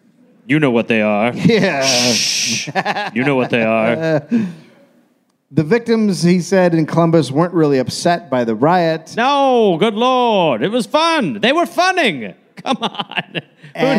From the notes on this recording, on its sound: Recoded live in Columbus, Ohio.